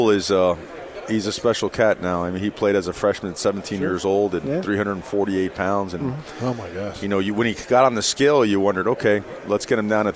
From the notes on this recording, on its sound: live from Pac-12 Media Day